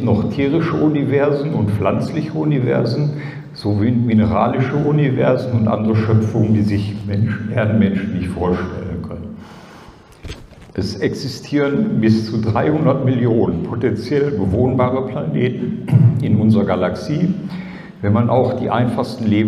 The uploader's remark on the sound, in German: ALIEN.DE Konferenz 2023. Aufzeichnung des Vortrags auf der ALIEN.DE Konferenz am 19.08.2023 in Frankfurt am Main.